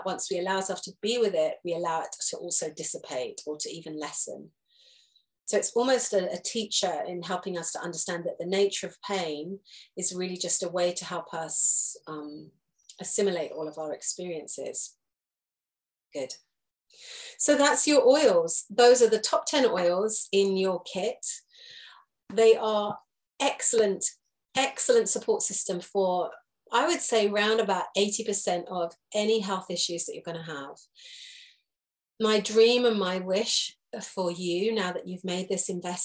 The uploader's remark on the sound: This is a recorded Zoom lesson.